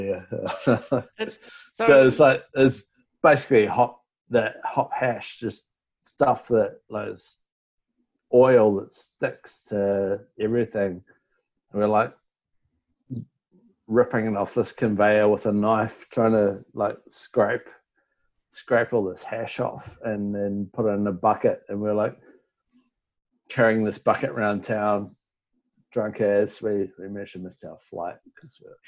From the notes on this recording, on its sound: joined us in the Virtual Meet the Brewers Zoom Room